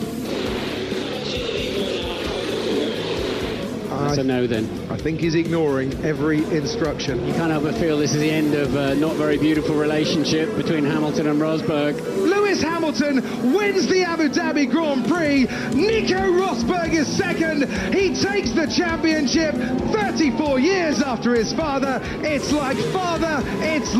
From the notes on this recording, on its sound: From the rooftop garden of Barasti